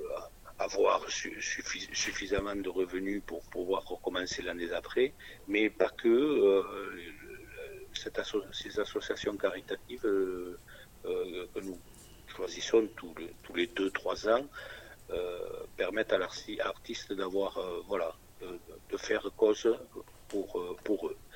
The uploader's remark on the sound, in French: Entretien téléphonique